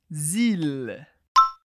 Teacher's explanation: Com o som do L bem alto no céu da boca.